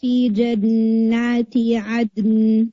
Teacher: عد پہلے سٹرونگ کلکلا اور پھر آپ نون کو ہٹ کریں